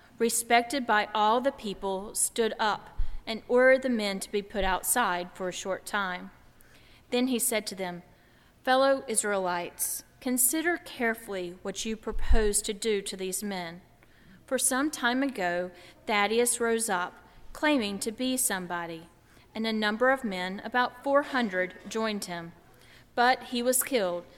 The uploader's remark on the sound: during the Heritage service on Sunday April 3, 2016, at First Presbyterian Church of Arlington Heights, Illinois.